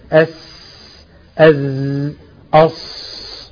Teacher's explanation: يبقى هو طرف اللسان ما بين الثنايا العليا والسفلى · Term: حروف الصفير